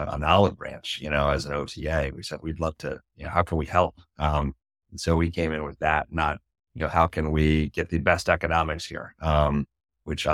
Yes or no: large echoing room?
no